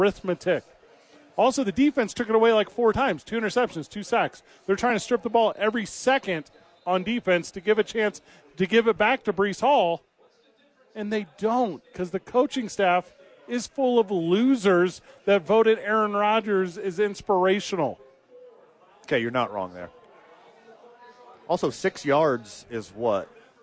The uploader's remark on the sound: live from Howies watching the National Championship